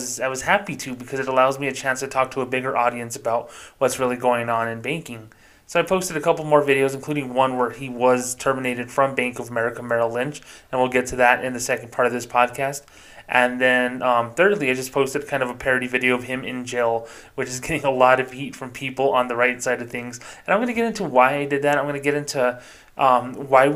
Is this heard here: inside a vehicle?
no